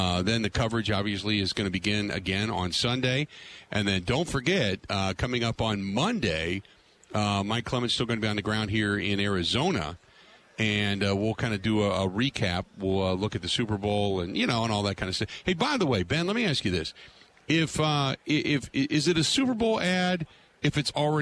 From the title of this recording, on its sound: Live From Radio Row At Super Bowl 57